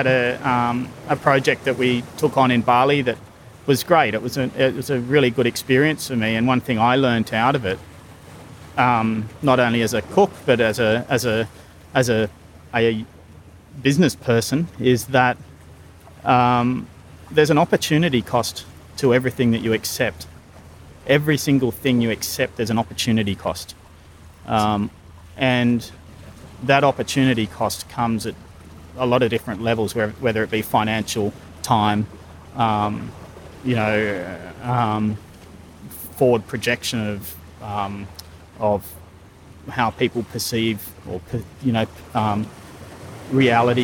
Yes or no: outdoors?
yes